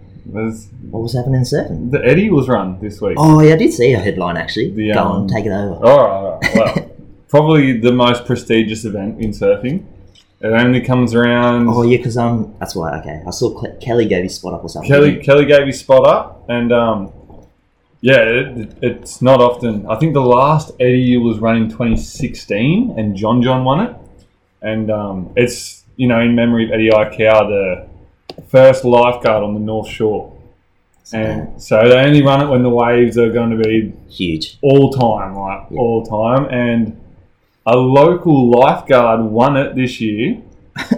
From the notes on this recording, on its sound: Apologies in advance if the sound quality.